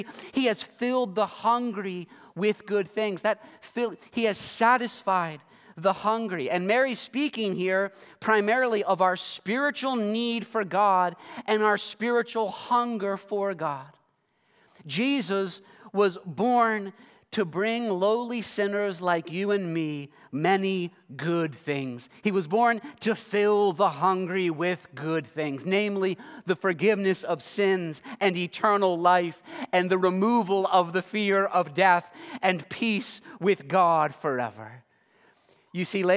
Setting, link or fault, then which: setting, large echoing room